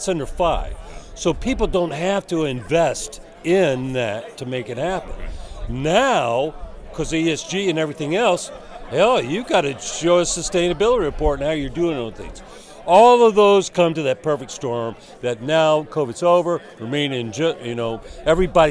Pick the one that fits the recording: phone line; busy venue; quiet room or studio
busy venue